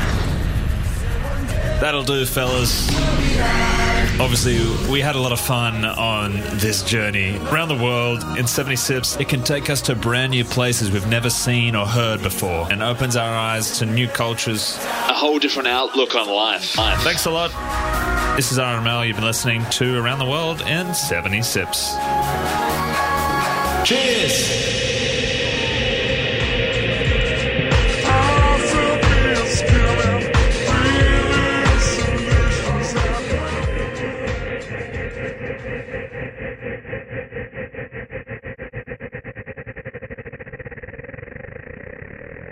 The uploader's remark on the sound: we’re broadcasting LIVE from the Chatswood Chase Genius Bar!